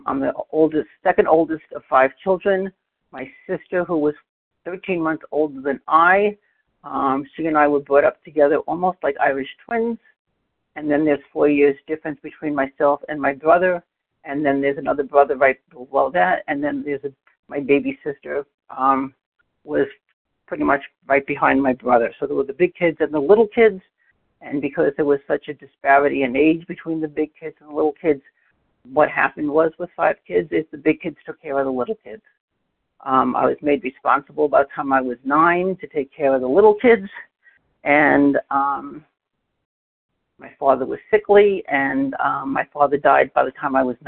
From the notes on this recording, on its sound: 100 Pounders Phone Meeting